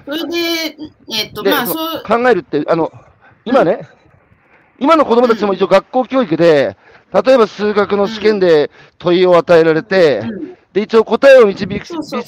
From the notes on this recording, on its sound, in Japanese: 歩きながら1時間、対談する